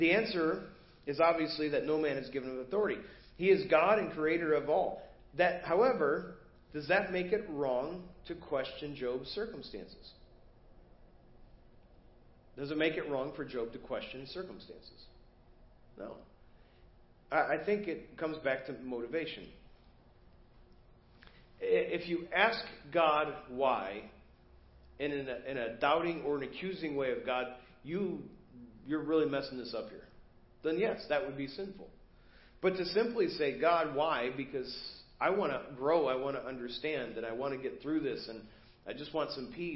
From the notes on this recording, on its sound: Preached at First Baptist Church of Hazel Park